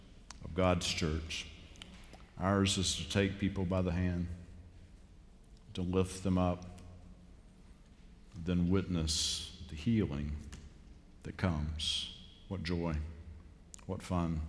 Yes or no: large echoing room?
yes